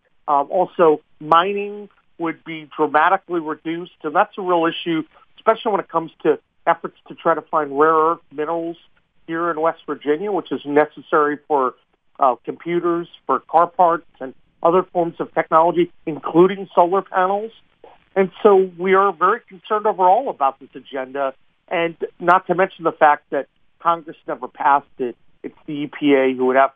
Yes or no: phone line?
yes